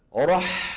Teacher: الحاء رخوة، ار بينية، مين أطول؟ الحاء